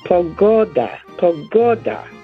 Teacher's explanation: Emphasis on the second last syllable.